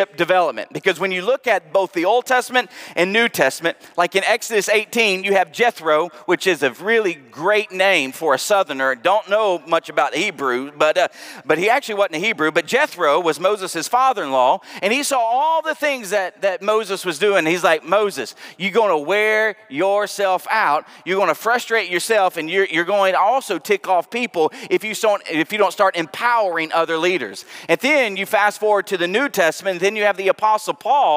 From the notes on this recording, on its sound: Preached at the Night of Worship on February 19, 2023. Northland Church.